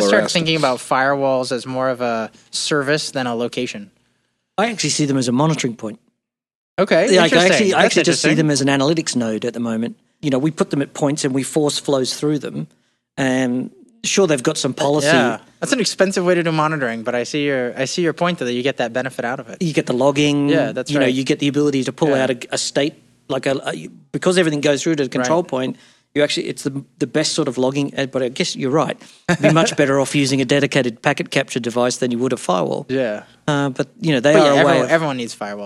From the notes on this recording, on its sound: Show comes to you from Atmosphere 2016 Vegas – the largest community conference for enterprise mobility engineers – hosted by Aruba , a Hewlett Packard Enterprise company.